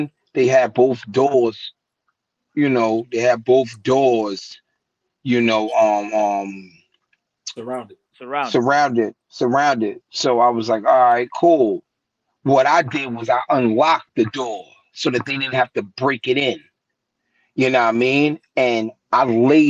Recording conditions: video call